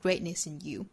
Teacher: Great 中间的 t 的发音同样我们把它做不完全爆破处理，还是属于单词内部的一个 glottal stop